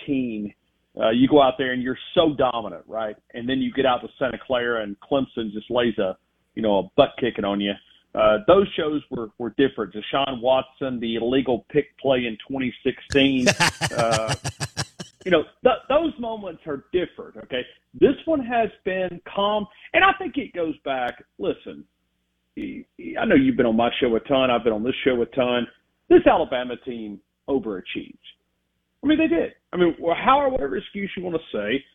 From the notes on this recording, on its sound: Live in the BankPlus Studio. Joins the show on the Farm Bureau guest line.